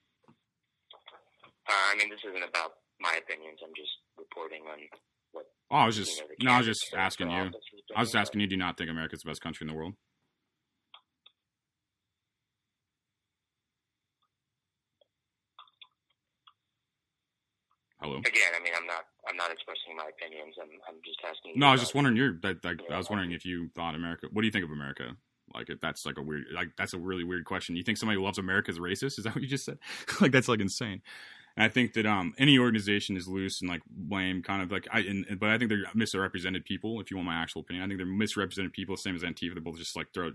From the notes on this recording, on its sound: Over the phone.